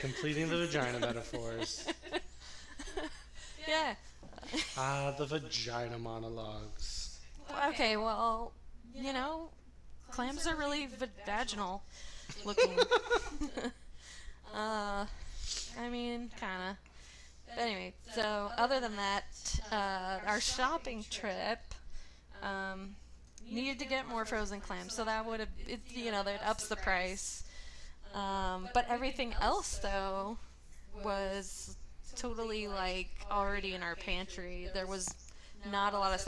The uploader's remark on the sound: Also, I sound like I'm inside the disgusting tin can I complain about at length because my audio mixing is bad.